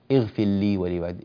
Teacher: لابد من بيان الراء من اللام وفصل الراء عن اللام بحيث لا يقع لدينا إدغام هنا فنقول اغفر لي ولوالدي، اغفر لي لا اغفر لي، نبين الراء حتى لا تدخل في اللام.